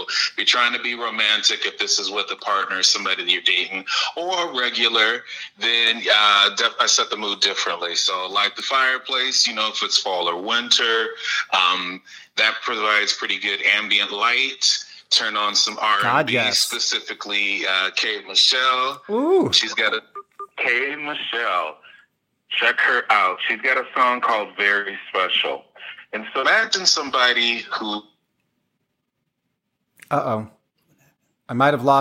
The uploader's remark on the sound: We would call a few friends to get their input. I went ahead and scrapped the first half and just kept the "phone a friend" portion.